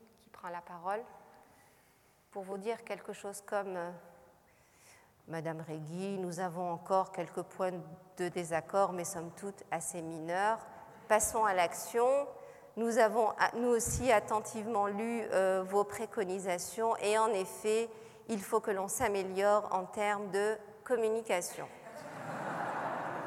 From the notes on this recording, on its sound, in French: Captation de la conférence gesticulée donnée à l’occasion des États Généraux de la Santé des Travailleuses et des Travailleurs organisés par le Collectif pour la santé des travailleuses et travailleurs.